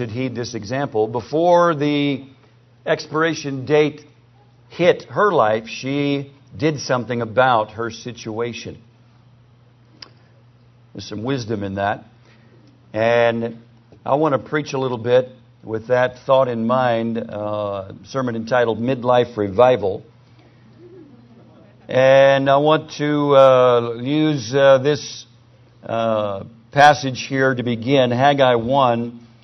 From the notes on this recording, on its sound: PREACHED IN NW BIBLE CONFERENCE 2008